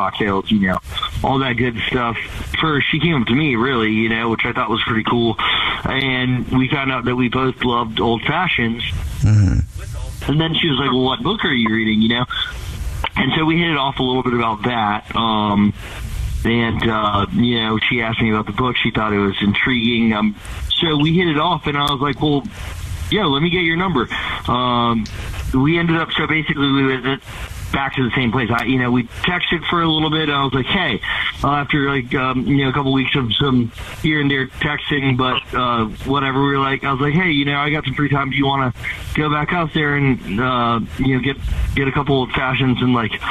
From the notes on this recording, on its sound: We get that other person on the phone to see why they're "ghosting". One of our listeners is one the phoen and is not getting a call back after a date he went.